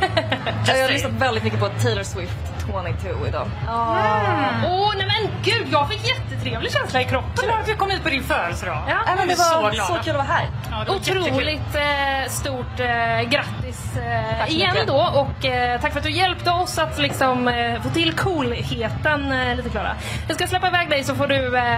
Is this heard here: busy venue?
yes